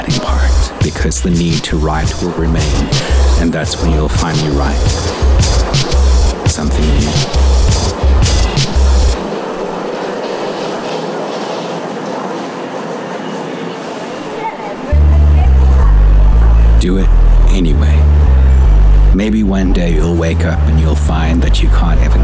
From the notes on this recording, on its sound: Over the sounds of different airports and subway trains I've been on over the last few years. I find the ambience of subway trains and airports relaxing and I always record a few minutes of the ambient sound around me whenever I'm in a new one. The recordings are from: Paris, London, New York and Los Angeles.